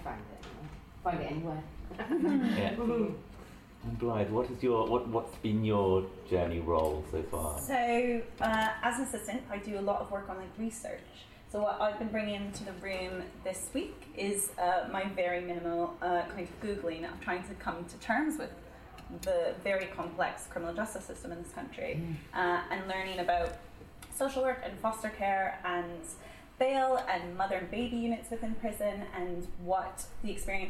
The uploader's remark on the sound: They met in the Donmar kitchen (sorry about the cutlery sounds) with some of our audience members.